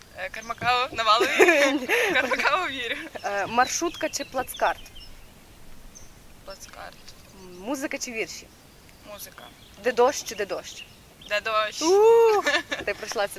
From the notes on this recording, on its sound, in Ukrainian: Тільки уявіть собі, червень, 5 ранку і група людей неподалік Дальнього пляжу у Тернополі записує подкаст на тему “Якість життя”. Одразу вибачаємось за те, що в нашому випуску трохи не якісний звук.